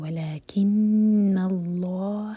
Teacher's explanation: نون پر غنہ اور پھر آگے ہے لام جلالہ جس کو ہم ہیوی پڑھیں گے، کیونکہ اللہ تعالیٰ کے نام سے پہلے جو ورڈ ہے ولکن، اس کے لاسٹ لیٹر پر فتحہ ہے.